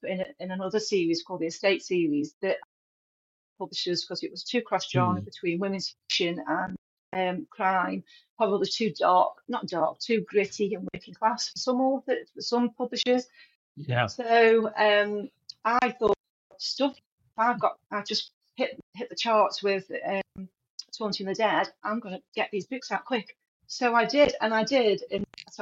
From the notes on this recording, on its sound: Please note, we experienced some technical difficulties when recording this show. Apologies for any audio issues.